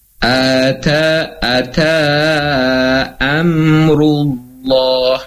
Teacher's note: Am, ata, a, tipis, ta, tipis, am, tipis, ru, ya, ru karena ro juga memiliki sifat tebal, ru-nya tebal, bertemu dengan lafad Allah, lam jalalah, maka dia pun menjadi tebal